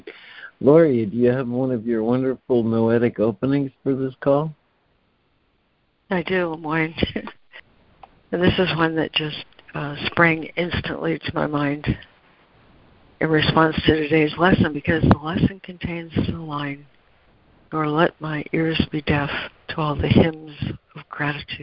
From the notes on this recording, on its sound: ACIM Daily Conference Call